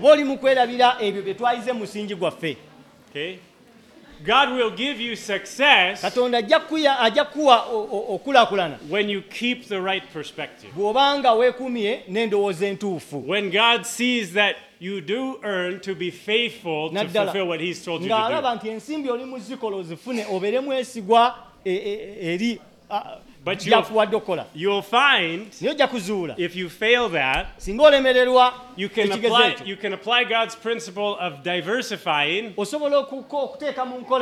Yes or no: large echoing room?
yes